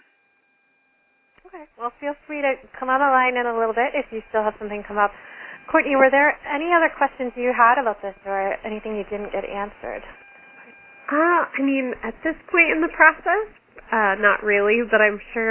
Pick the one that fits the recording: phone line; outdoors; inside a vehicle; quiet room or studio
phone line